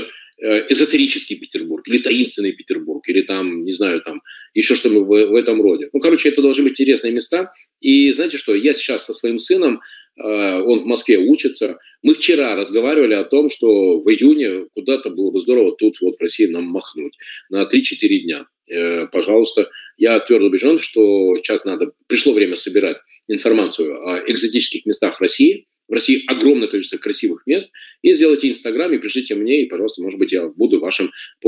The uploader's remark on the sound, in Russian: Запись вебинара.